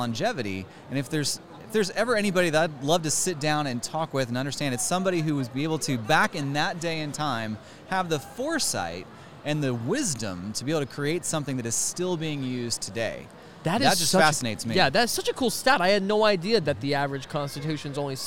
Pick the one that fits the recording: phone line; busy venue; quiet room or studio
busy venue